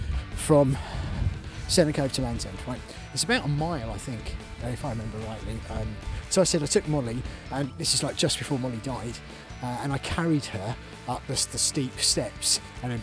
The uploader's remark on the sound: Recorded on the hike to Land's End from Sennen cove on the 9th Jan 2024, in the dark and the freezing cold, under the very obvious cover of the milky way.